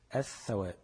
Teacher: قلبت اللام لثاء وأضغمت الثاء في الثاء · Term: اللام الشمسية